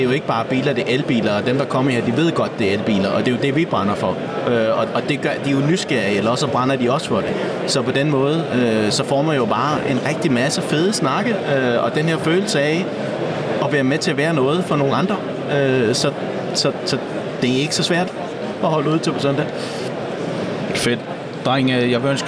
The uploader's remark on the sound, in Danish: Vores mission på dette års eCarExpo 2023 var at møde nogen af de brands, start-ups, muligheder og bilmærker som hele bølgen af elbiler har ført med sig. Episoden er optaget på branchedagen på eCarExpo.